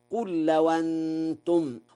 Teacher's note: قرأ ورش: لو أنتم بنقل حركة الهمزة إلى الساكن قبلها